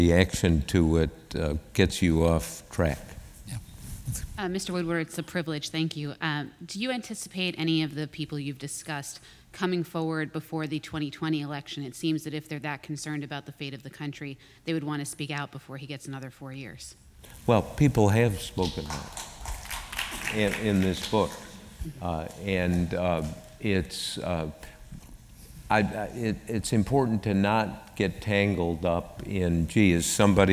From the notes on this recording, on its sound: The conversation was recorded on September 12, 2018 in front of a live audience at New York’s 92nd Street Y.